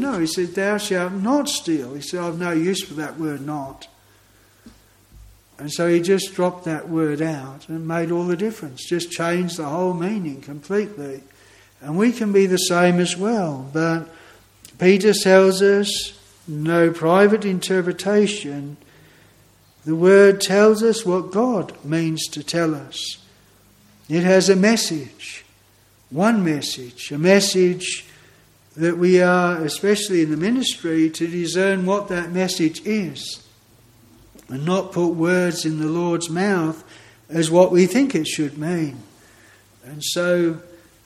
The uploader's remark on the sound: This sermon was preached at Broad Oak Chapel, Heathfield.